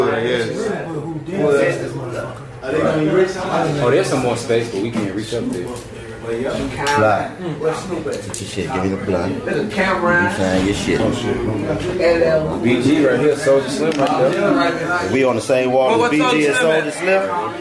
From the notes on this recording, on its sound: 85SouthshowLIVE from The House Of Blues NO. The crew returns for part 2 of The 85 South Live Show from the House of Blues New Orleans. Take the stage for stand-up comedy sets in front of a sold out audience on Decatur Street. You’re gonna love the musical songs created live on stage. The live band (hired off craigslist) check in to bring out the real New Orleans feeling.